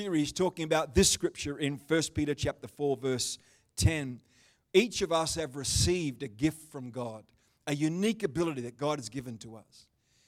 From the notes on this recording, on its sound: The livestream of Destiny Church Atherton.